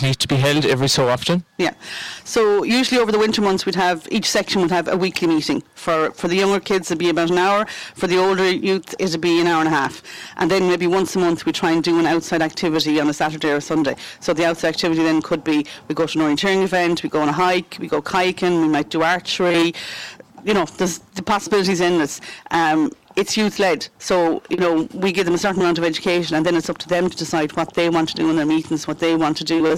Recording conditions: busy venue